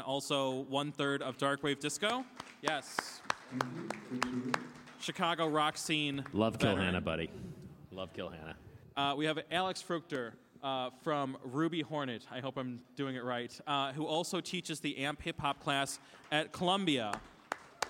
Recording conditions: busy venue